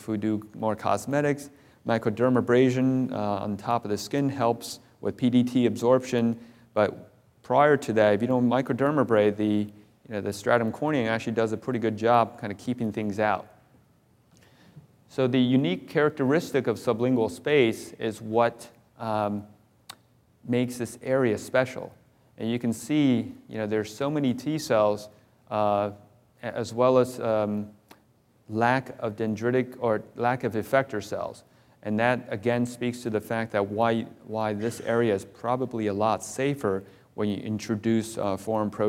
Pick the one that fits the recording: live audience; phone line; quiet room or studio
live audience